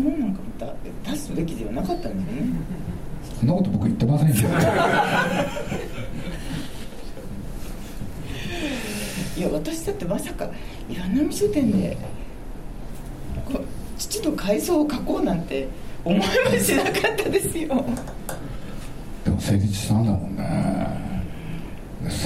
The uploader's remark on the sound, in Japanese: 三省堂書店池袋本店4階にて行われた